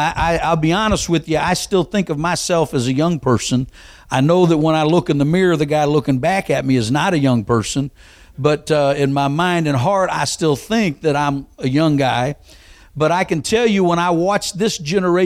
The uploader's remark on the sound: Full sermon recording from February 20, 2022 at Thompsonville Church of God. This is the full sermon recording.